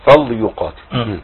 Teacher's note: فليقاتل دايما كان البدايه غلط، فليقاتل يقاتل وفسوق بسبب القاف. فيستعد للقاف من اول الفاء واللام فيفخم الاثنين